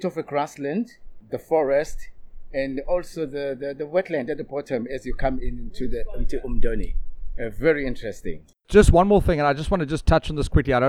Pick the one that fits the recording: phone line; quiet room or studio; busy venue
busy venue